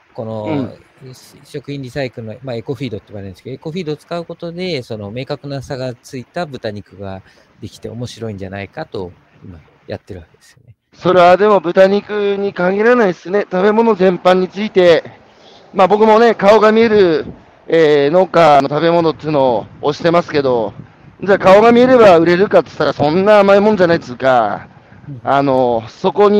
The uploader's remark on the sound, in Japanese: 歩きながら1時間、対談する。